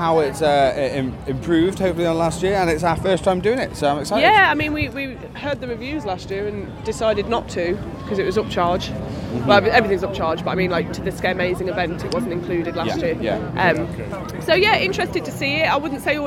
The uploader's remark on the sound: Scarefest at Alton Towers /On-location Review Episode 2023. We visit the Alton Towers resort as part of the Attraction Soure Scaremazing event to experience Scarefet 2023.